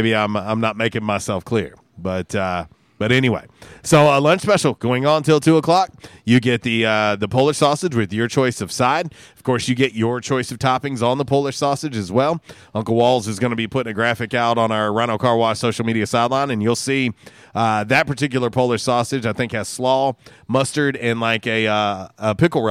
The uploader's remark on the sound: Was a Free For All Friday LIVE from Mabry Smokehouse!